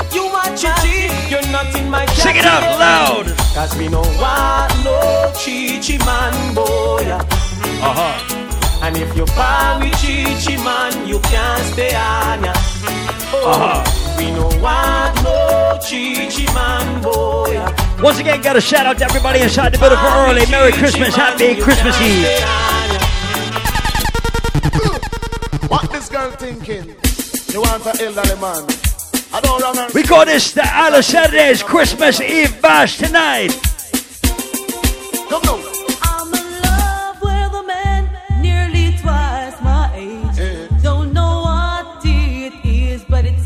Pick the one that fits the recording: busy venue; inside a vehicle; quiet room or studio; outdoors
busy venue